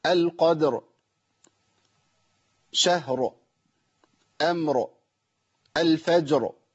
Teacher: سوره القدر الوقفه على الراء بالتفخيم على طول، فده في ثقل شويه على اللسان لما يكون قبلها ساكن، وخاصه ان هي في كل الوقوفات هنا قبلها ساكن.